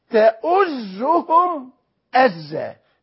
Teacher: صفة الهمزة صوت شديد انفجاري